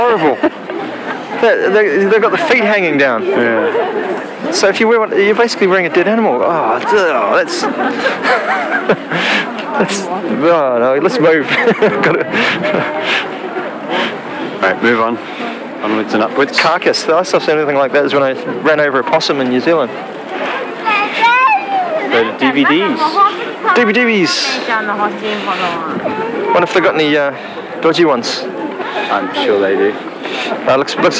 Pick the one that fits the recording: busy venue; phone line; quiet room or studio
busy venue